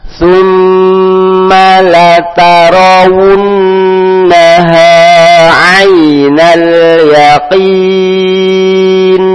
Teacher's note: Taip, kita lanjut yang berikutnya yang hampir sama. Kemudian mim tasdid, maka tidak terlalu ditekan, cuma berdengung dua harokat